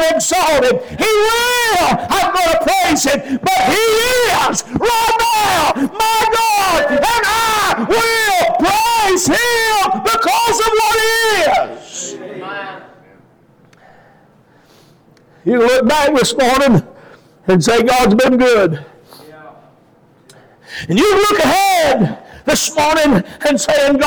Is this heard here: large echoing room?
yes